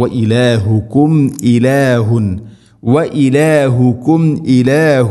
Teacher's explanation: സാക്കിന മീമിന് ശേഷം ഹംസ വന്നാൽ ഇസ്ഹാറാണ്, വെളിവാക്കി ഉച്ചരിക്കണം അഥവാ ഹംസ ക്ലിയർ ആയിട്ട് കേൾക്കണം.